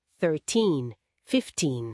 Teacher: En los números que acaban en teen, el acento va al final. · Term: acento tónico